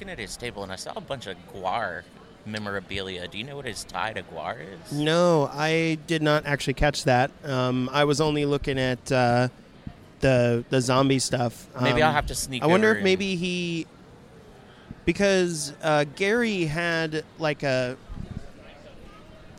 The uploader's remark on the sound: Midnight Terrors Live from SC Horror. SC Horror Convention in Columbia, SC. While the guys chilled at their table, they busted out the recording device.